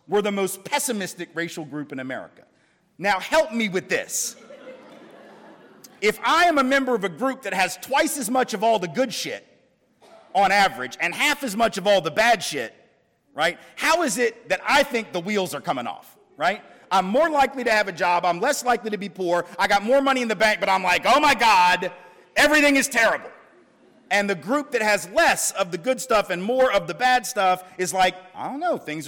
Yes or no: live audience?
yes